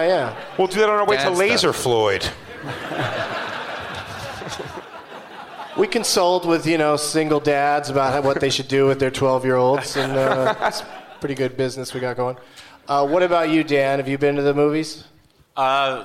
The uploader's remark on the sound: Live from the Gramercy Theatre in New York City